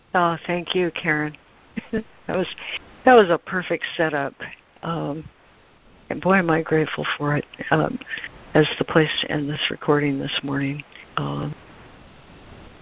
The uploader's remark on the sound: ACIM Daily Conference Call